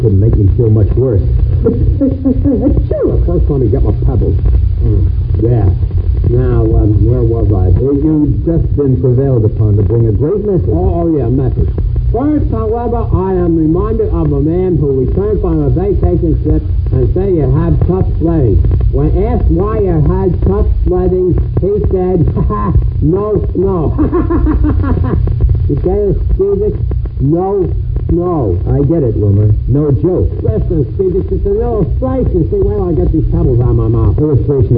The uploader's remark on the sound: Audio is poor and muffled.